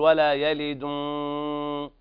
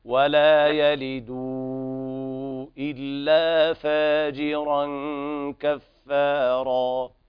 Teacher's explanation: ضم الشفتين ضمة كاملة وعدم استخدام الأنف والخيشوم · Shown in: second take